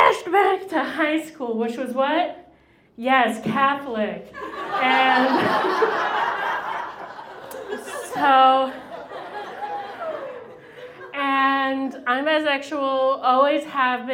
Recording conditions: live audience